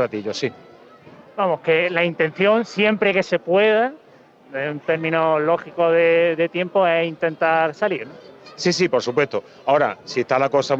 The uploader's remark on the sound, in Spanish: Martes Santo 2022. Retransmisión en directo del Martes Santo en Jaén en el año 2022.